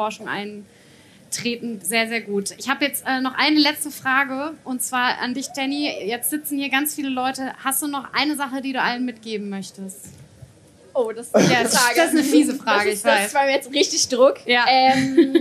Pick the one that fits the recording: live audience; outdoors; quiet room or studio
live audience